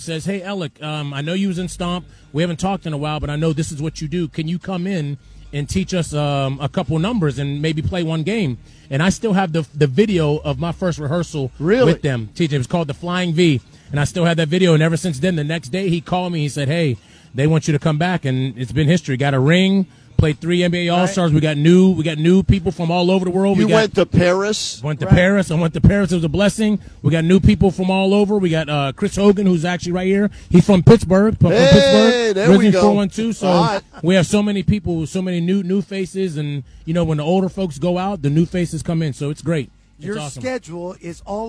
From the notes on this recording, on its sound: Live from Rocket Mortgage Fieldhouse. During tonight’s Cavs game.